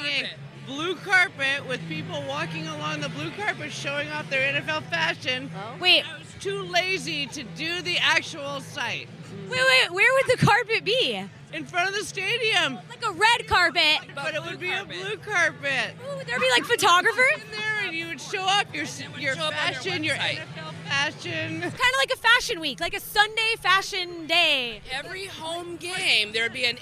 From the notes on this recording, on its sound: down to the stadium to ask the fans outside a simple question